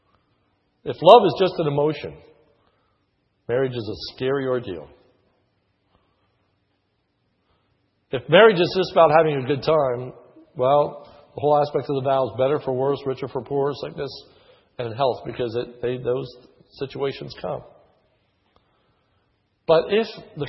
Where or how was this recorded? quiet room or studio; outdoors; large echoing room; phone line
large echoing room